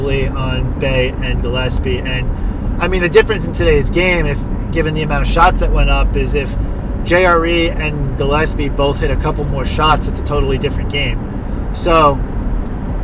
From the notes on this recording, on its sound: Live from the L.I.E. and B.Q.E. Brooklyn apartment.